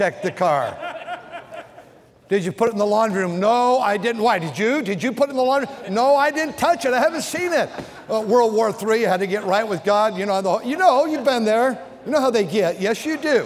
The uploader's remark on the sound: during the Sunday Morning service of the 38th Annual National Pastors' & Workers' Conference in Santa Clara, California